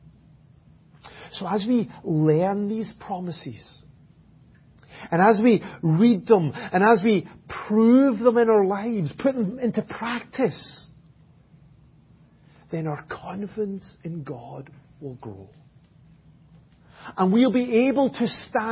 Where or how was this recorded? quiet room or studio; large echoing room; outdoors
large echoing room